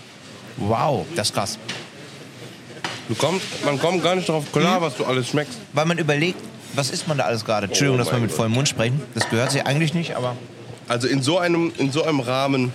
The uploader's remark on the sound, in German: Wir sind heute in einem der renommiertesten Fine Dining Restaurants aus Köln. IHR seid live bei der Gönnung in der Hansestube dabei. Hotel Excelsior und der Hansestube in Köln.